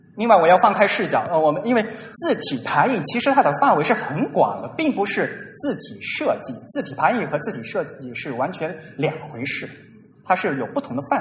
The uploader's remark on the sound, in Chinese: TypePro 2016: Shanghai 于 9 月 3 日在同济大学举办。现场录音。TypePro 2016 由 Monotype 主办。